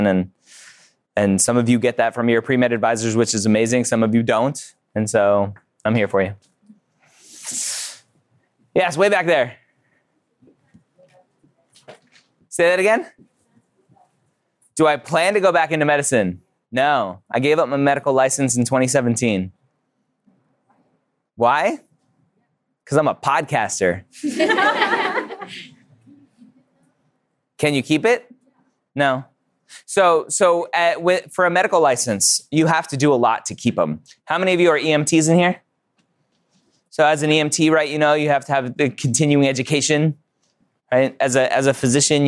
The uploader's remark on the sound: Live at the UC Davis Pre-Health Conference! Address to a live audience at UC Davis!